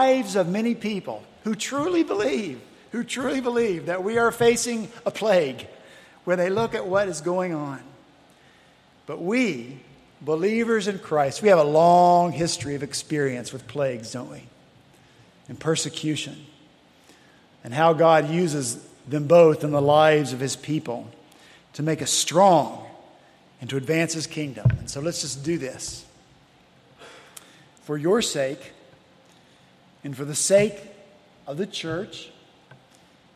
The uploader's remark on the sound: at Redeemer Presbyterian Church in Charleston, SC